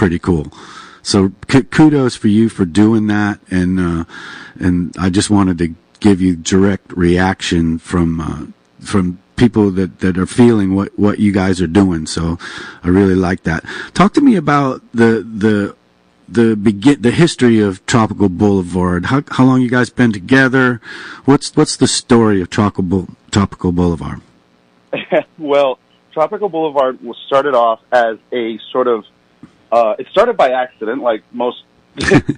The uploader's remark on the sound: 96.5 WSLR Phone-In Interview. This interview was live on air on 96.5 WSLR.